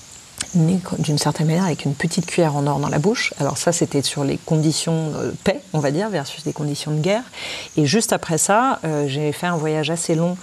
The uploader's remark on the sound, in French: laissez-vous porter par la symphonie de la faune et la flore environnante, en toile de fond de cet échange